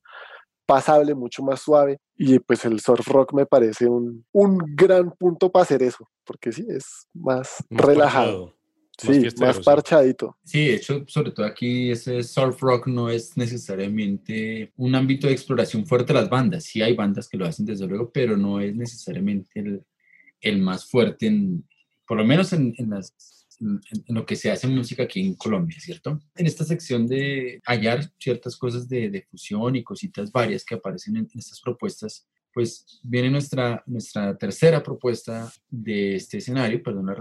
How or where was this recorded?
video call